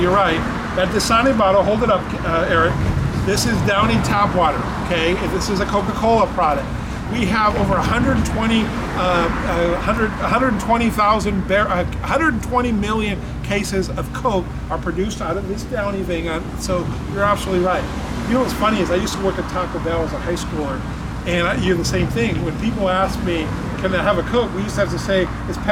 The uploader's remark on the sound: Chatting in Beautiful Downtown Downey. Head outdoors.